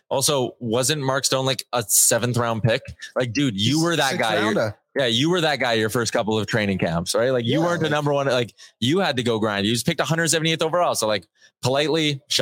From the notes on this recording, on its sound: live from Century Mile Racetrack and Casino for a Friday evening show